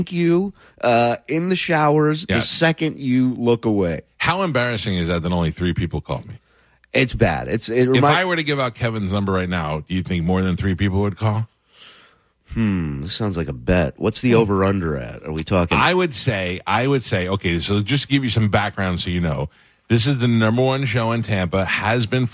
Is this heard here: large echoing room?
no